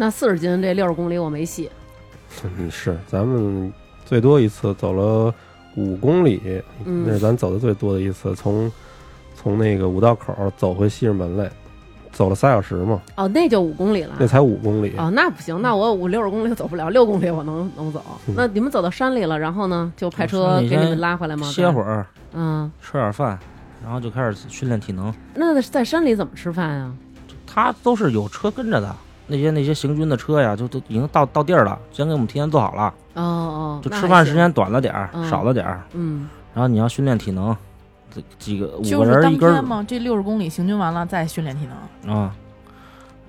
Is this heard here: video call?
no